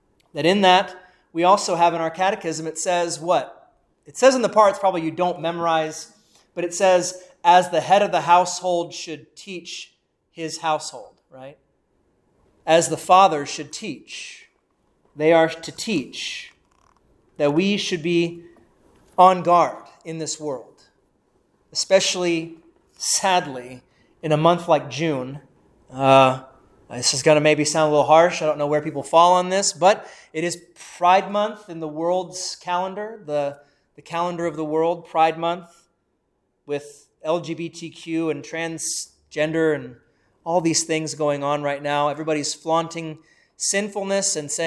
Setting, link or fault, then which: setting, large echoing room